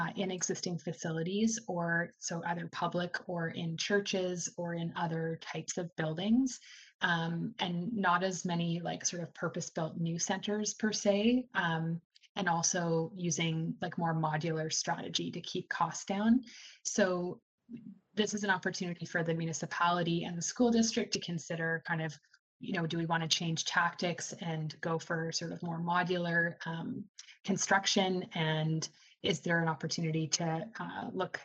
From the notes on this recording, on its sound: This episode is a live recording of last week's Virtual Mayor's Drop-In.